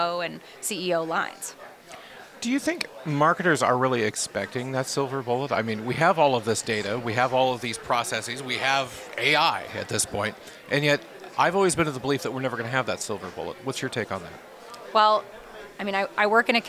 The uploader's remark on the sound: Recorded live at Advertising Week New York 2023.